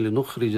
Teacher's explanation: لنخرج راء مكسورة ترقق